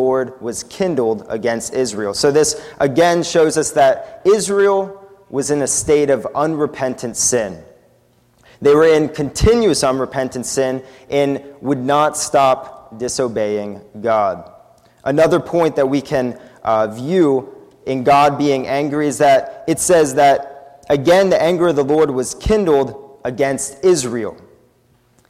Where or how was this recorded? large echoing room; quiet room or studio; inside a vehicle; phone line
large echoing room